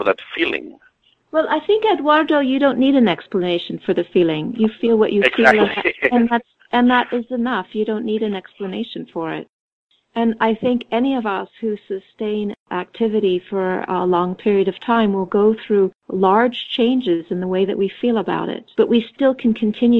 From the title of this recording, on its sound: Conference call